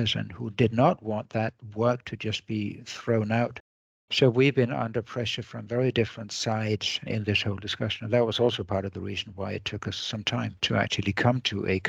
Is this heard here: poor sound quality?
no